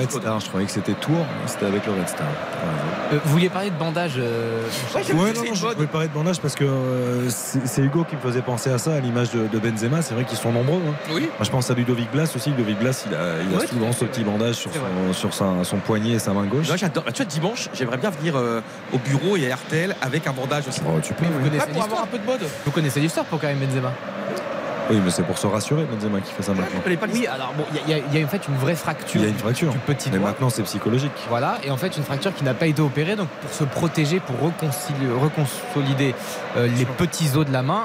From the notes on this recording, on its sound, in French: en direct du stade Vélodrome